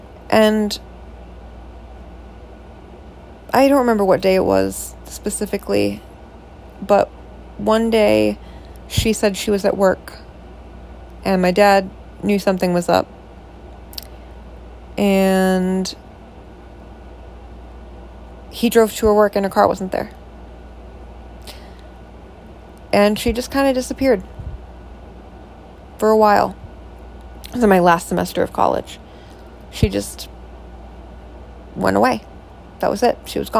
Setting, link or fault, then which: fault, sounds in the background